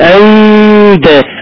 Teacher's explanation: نون ساكنة بعدها باء تقلب ميم بغنة · Term: اقلاب